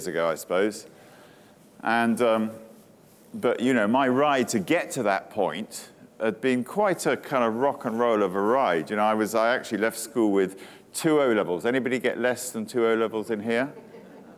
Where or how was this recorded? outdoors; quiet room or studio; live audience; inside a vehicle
live audience